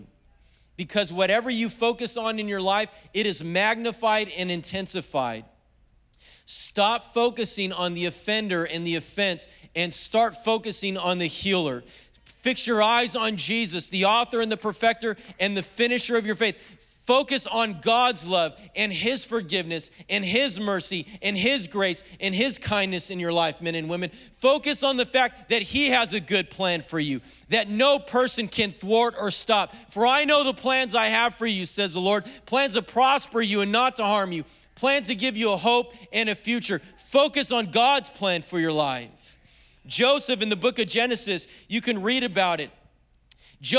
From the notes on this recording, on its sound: was preached on February 27th at the 10AM service.